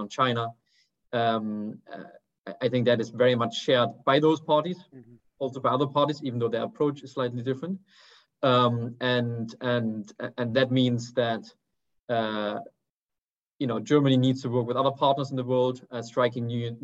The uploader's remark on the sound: a recording of one of our digital events